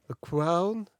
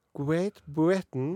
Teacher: she, she never says the r